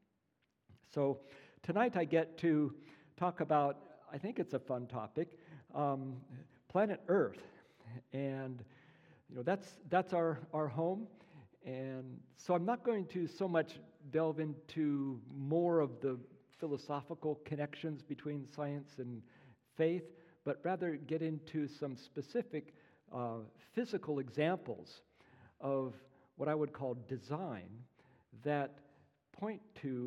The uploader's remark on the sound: As part of New Life Presbyterian Church's Apologetics Conference.